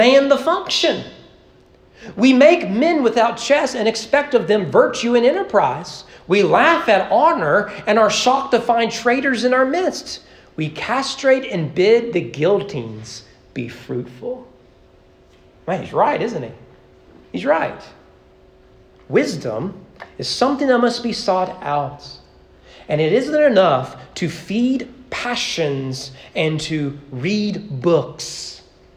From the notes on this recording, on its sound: Sermon preached at East Frankfort Baptist Church on July 16, 2023 during morning worship.